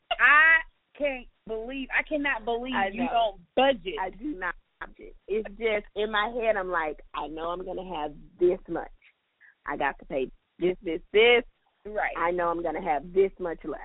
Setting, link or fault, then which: link, phone line